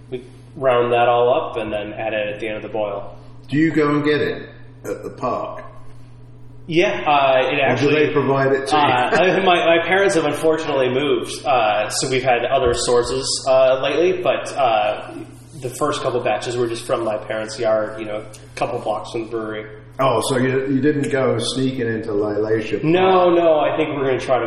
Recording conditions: echo